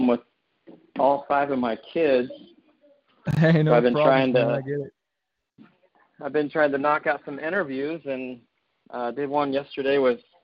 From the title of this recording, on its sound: CALL IN LINE